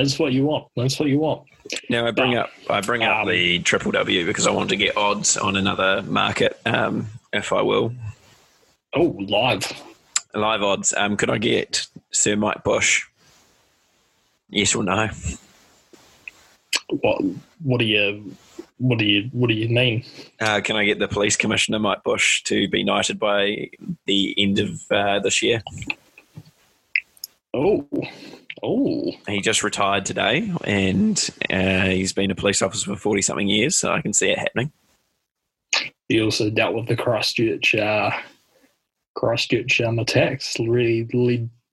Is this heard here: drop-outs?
yes